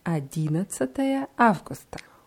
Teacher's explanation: die Betonung ist auf dem ersten I